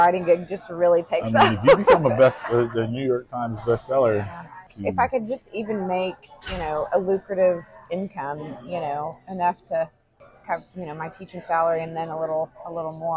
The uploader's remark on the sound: We recorded live at a coffee shop in the heart of N. Texas!